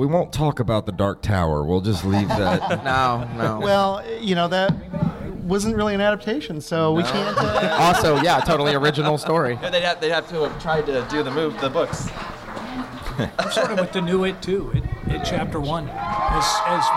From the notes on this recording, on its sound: answer questions from the audience!